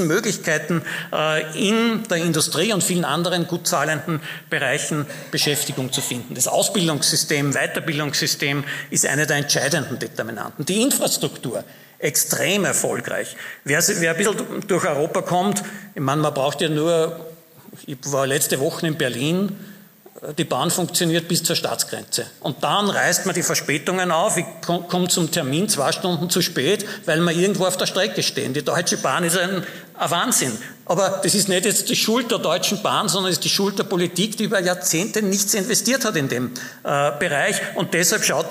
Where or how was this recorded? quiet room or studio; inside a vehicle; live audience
live audience